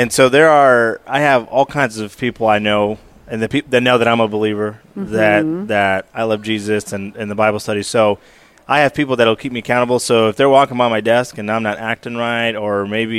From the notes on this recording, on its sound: As we continued our highlighting at this year’s Workmatters Conference in Rogers (AR), we were able to snag an interview from an insider – a volunteer working tirelessly at this sprawling event.